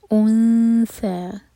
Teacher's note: حمزہ پر ضمہ ہے تو ہونٹ گول ہوں گے، جب ہم اخفا کریں گے ثا کے لیے تو ہونٹوں کو پھیلا کر پڑھیں گے۔